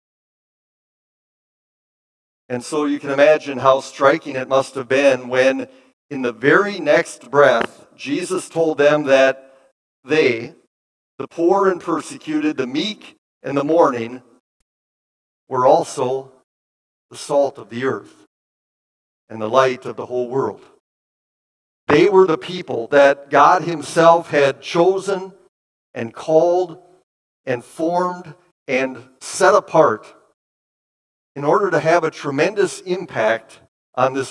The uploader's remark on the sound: Bethany, Appleton, WI. Preached this sermon at Bethany's Sunday worship on February 5, 2023.